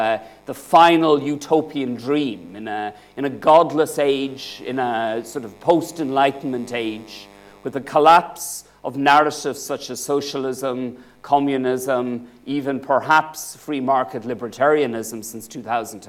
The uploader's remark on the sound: UCL Lunch Hour Lecture